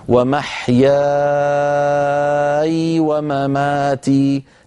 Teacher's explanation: ورش يسكن الياء وصلا وبالتالي يصير عنده مد لازم كلمي مخفف، ست حركات أنت أتيت به ولكن لم يصل إلى ست حركات.